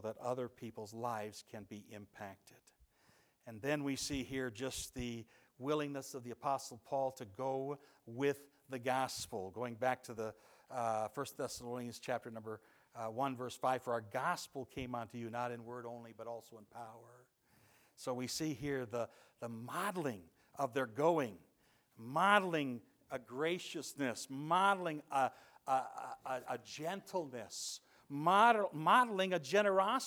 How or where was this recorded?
large echoing room